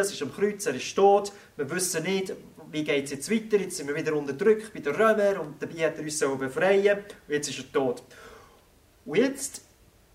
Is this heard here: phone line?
no